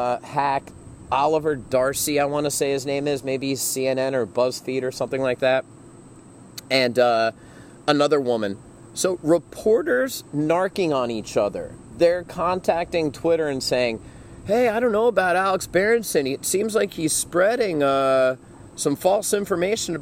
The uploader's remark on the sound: Episode 25 was the first (and probably the last) show to be recorded outdoors. Thought it would be cool to record Episode 25 near a van down by the river. During post-production, however, I discovered why most folks record podcasts inside. Way less ambient noise from chickens, roosters and rustling leaves.